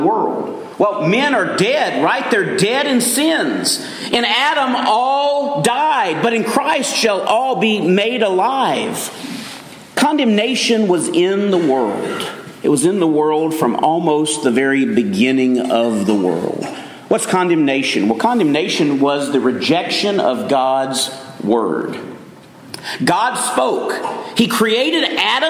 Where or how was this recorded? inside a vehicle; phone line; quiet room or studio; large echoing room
large echoing room